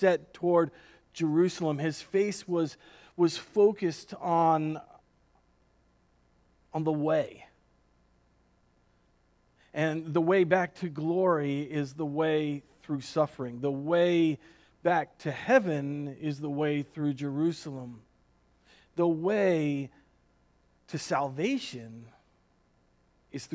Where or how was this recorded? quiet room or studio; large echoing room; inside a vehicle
large echoing room